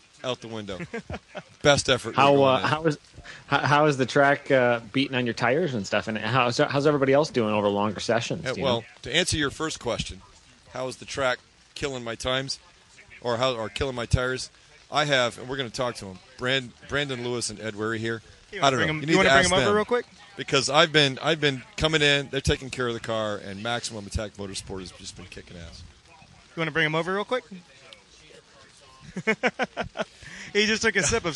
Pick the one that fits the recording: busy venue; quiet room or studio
busy venue